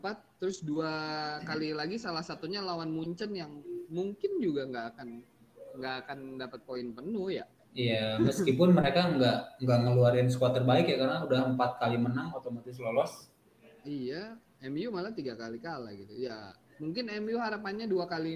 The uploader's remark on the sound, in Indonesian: Maafkan audio yang kecil